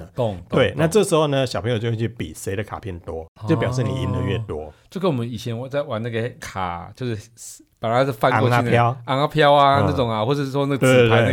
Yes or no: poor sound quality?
no